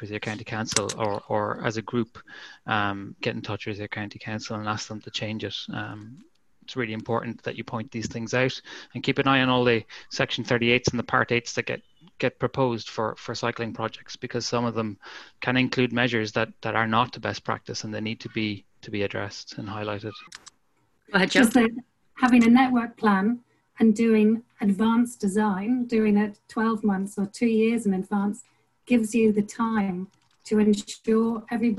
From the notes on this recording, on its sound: The recording of the national launch conference for Cyclist.ie's 'A Vision for Cycling in Rural Ireland' which took place on zoom.